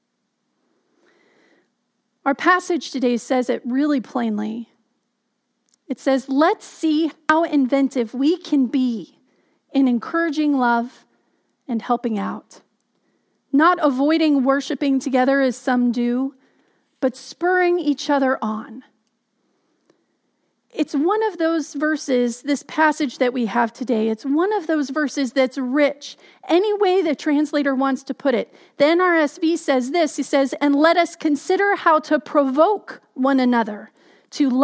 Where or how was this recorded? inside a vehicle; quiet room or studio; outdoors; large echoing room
large echoing room